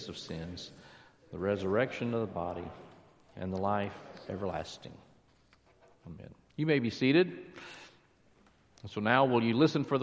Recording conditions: large echoing room